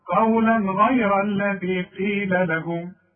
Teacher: عندي تنوين وبعده غين، والغين من حروف الإظهار ما غنش